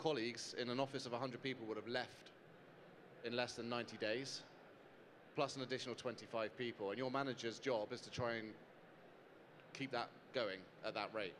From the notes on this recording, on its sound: Live from the Restaurants Canada Show. In a 'fire side' chat. Recorded live from the show.